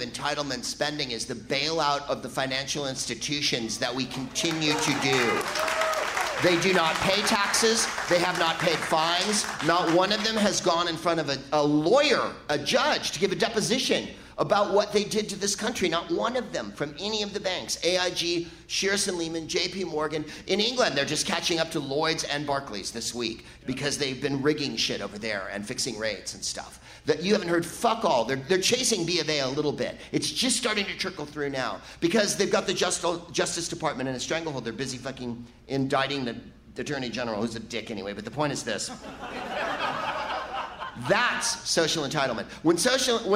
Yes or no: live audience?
yes